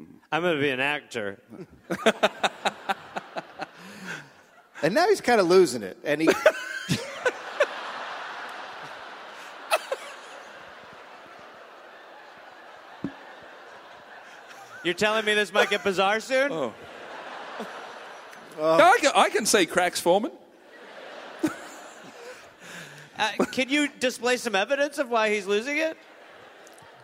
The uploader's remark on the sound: Recorded live at Hamer Hall in Melbourne.